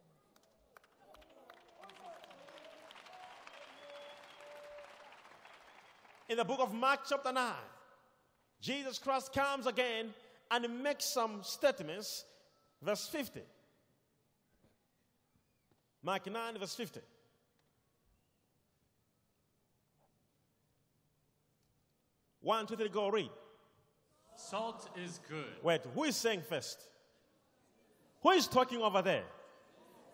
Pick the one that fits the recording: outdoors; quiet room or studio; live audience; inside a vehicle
live audience